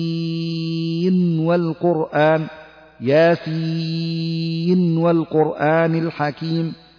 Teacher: يترتب على ذلك أيضا الإظهار في قوله تعالى ياسين والقرآن الحكيم تقرأ بإظهار النون من كلمة ياسين عند إيصالها بكلمة والقرآن فتقول ويكون المد في سين مد لازم حرفي مخفف بمقدار 6